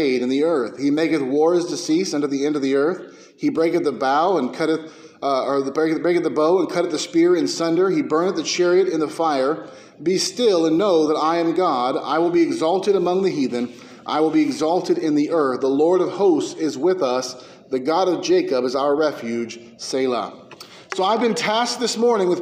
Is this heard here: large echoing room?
yes